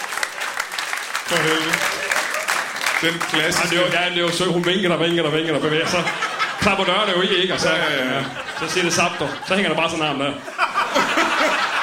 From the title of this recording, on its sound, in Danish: LIVE fra Fermaten i Herning